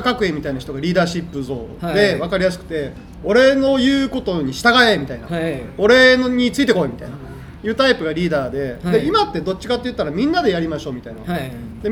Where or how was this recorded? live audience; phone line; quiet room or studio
live audience